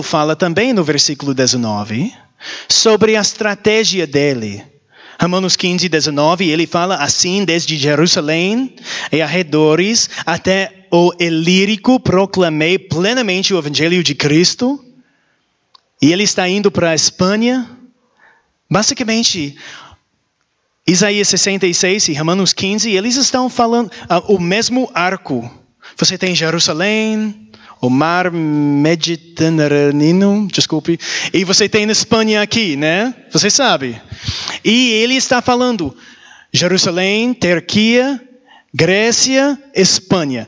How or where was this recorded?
large echoing room